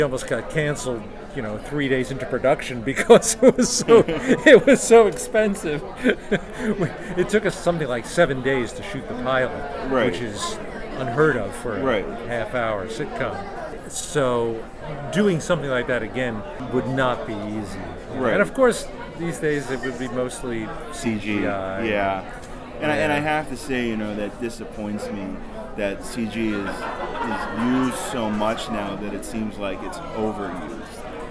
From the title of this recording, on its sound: Live From Pittsburgh's Horror Realm Con